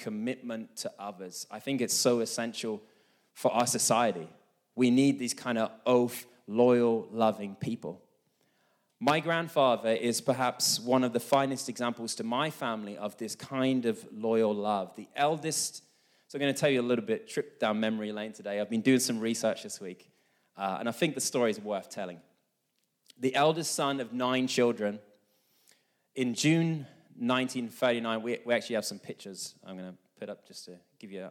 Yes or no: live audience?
yes